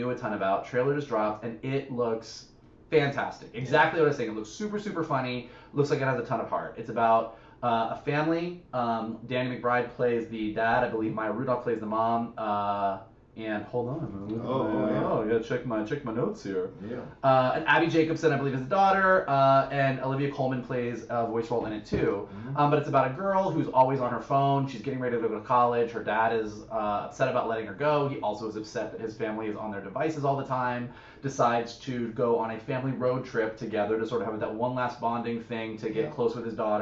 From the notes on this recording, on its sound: HAD TO USE THE CAMERA AUDIO INSTEAD OF OUR MICS AUDIO, THE H6 AUDIO WAS DAMAGED.